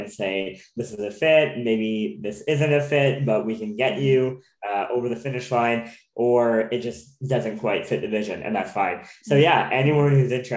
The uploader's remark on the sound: hops on zoom for a conversation